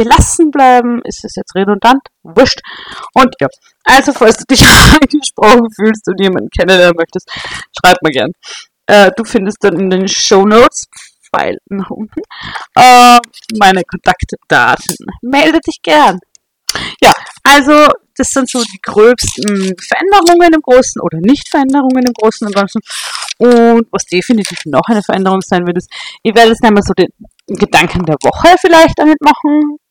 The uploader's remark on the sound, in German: S2 startet in gewohnt fragwürdiger Audioqualität, aber mit ganz viel Liebe und Leidenschaft!